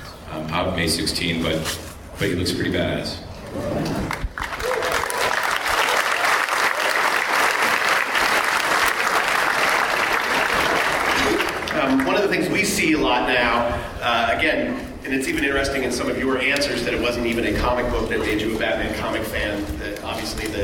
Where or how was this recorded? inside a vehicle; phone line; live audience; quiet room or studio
live audience